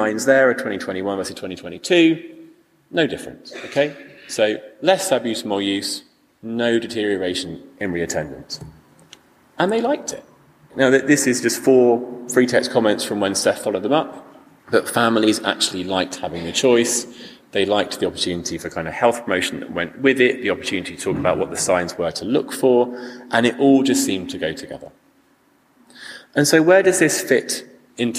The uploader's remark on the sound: Recorded live at the Premier Conference in Winchester.